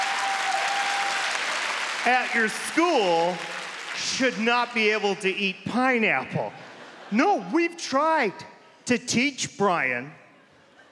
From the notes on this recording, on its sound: This stand up performance took place at the Just for Laughs Festival in Montreal, Quebec.